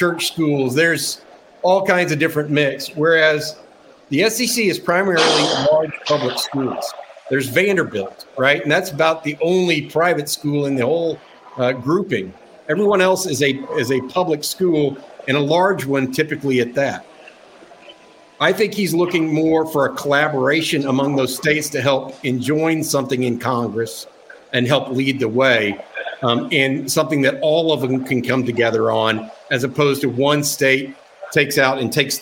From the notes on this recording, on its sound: live from SEC Media Days